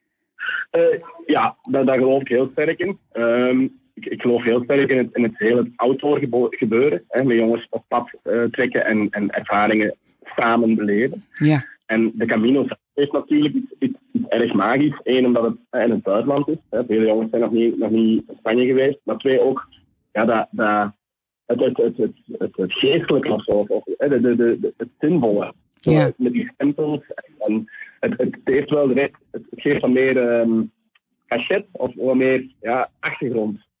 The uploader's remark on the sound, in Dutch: Jammer genoeg was de telefoonverbinding erg slecht op de dag van opname. Ik heb natuurlijk opnieuw gebeld, maar het bleef slecht - wellicht door atmosferische omstandigheden...